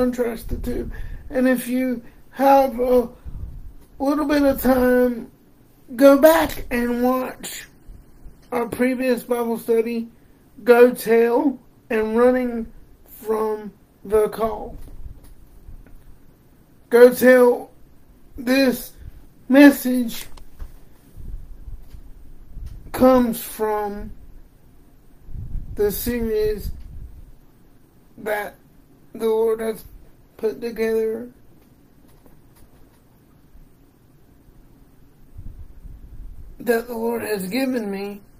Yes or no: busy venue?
no